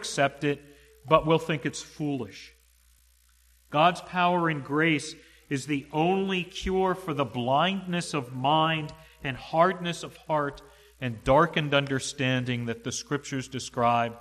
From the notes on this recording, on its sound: to the congregation at the Manchester Reformed Presbyterian Church of New Kensington, PA, on Sunday, January 09, 2022 .